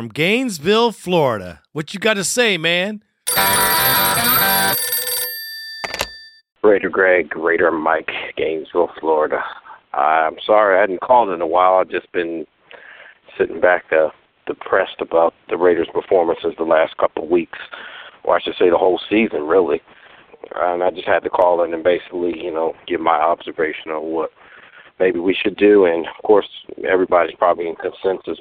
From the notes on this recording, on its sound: Raider Nation “Boneline” Call-in Segment.